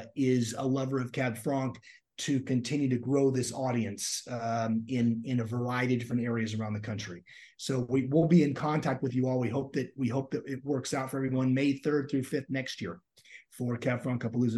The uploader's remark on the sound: We got together via Zoom and shared our love of the greatest grape variety on earth.